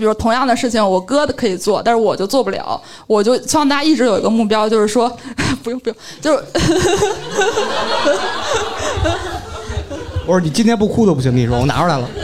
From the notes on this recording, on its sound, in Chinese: 本期节目在上周六的北京播客生态沙龙线下录制